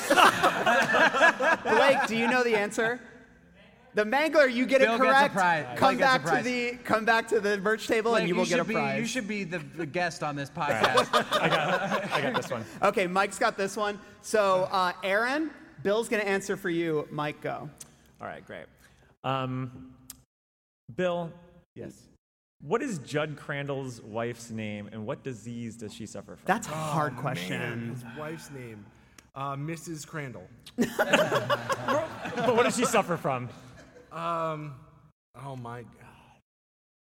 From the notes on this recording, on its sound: Live from Chicago's Music Box Theatre. This episode was recorded live at Chicago's Music Box Theatre during Greetings from Castle Rock: A Stephen King Film Festival.